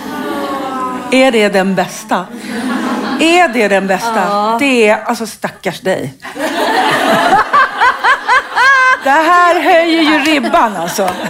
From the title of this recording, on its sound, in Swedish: Livepodd